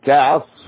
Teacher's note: تنوين كسر أتى بعد حرف الميم إدغام بغنة كعصف هكذا كعصف لابد من وجود الغنة بمقدار حركتين